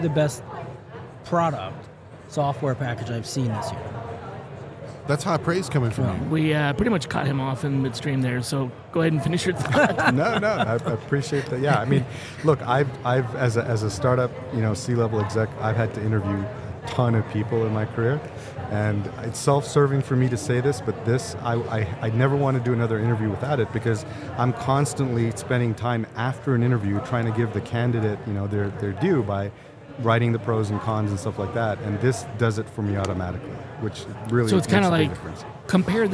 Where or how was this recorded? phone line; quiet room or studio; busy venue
busy venue